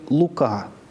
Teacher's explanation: Без ударения – это такое же «у», только покороче, например, в слове «лука».